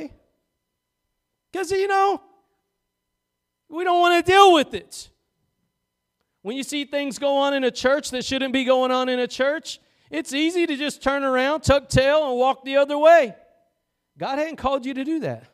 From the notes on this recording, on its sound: Preached at Gospel Lighthouse in Bossier City, La.